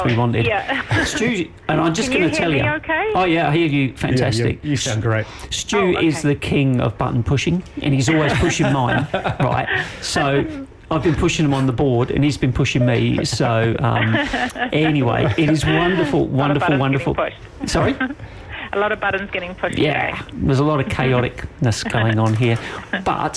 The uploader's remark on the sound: On the phone LIVE from Auckland